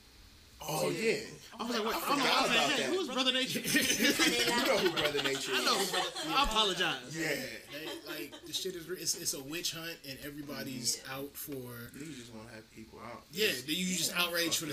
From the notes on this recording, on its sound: (We apologize for the audio quality, we were just having so much fun we kinda neglected that part).